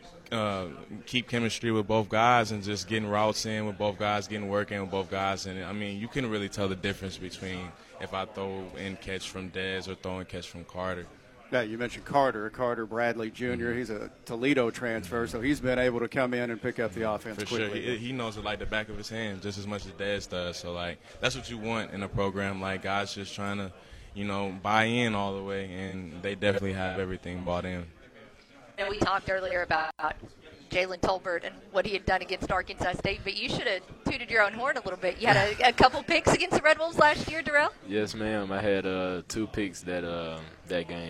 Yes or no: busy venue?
yes